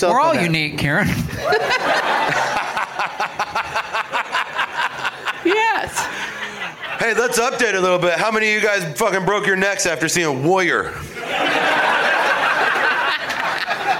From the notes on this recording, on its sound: Live from The Firebird in St. Louis, MO.